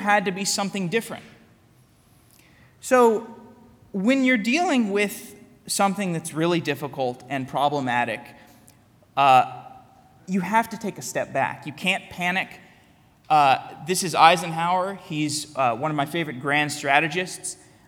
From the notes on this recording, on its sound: Keynote at Tikal Full Stack Tech Radar Day. Today’s episode is a keynote I gave at Full Stack Tech Radar Day in Tel Aviv.